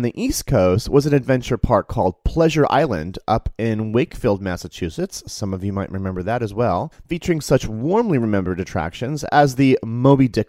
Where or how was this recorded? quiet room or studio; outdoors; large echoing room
quiet room or studio